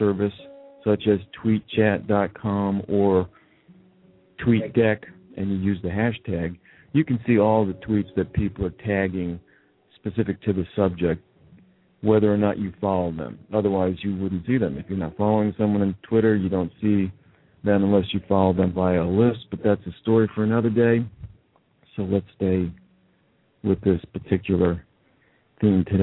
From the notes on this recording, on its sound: This is a rebroadcast of the live feed from Thursday, October 20th 2011 conference call